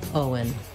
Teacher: And then the letters E-N say the schwa sound, and the N, un, Owen, Owen, Owen, Owen. So it just happens naturally as I move from O to un, Owen, that the W comes in